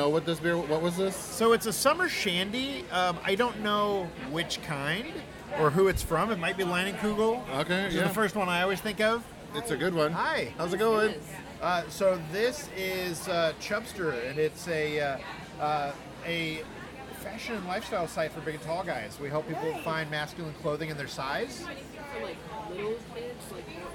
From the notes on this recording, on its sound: We're recording live from the Chub Hub PDX Body Positive Block Party!